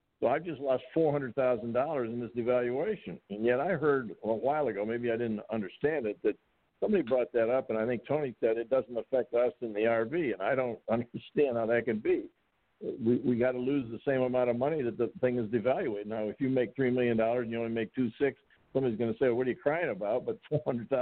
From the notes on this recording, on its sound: TNTSuperfantastic Conference Call